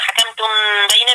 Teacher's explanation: وإذا حكمتم بين الناس، عندك هنا غنة حكمتم بين، ميم ساكنة مع ب في غنة ايه؟ إخفاء